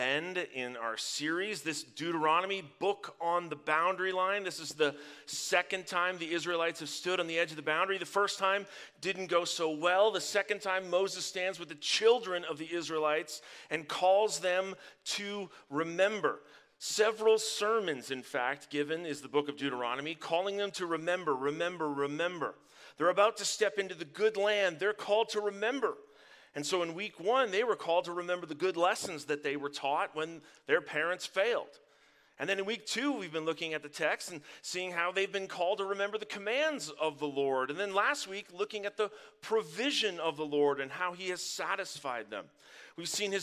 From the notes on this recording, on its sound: Live from our Dripping Springs Campus!